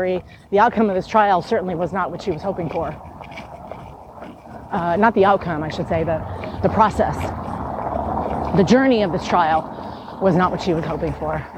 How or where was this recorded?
outdoors